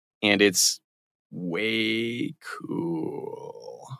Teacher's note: That's my attempt at what's called vocal fry, or creaky voice